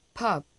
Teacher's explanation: La U de pub tiene un sonido entre la O y la E.